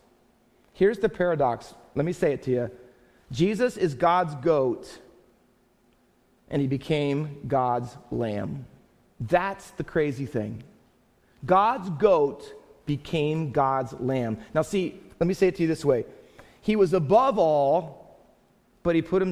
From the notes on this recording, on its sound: Faith Baptist Church in Hamilton, NJ.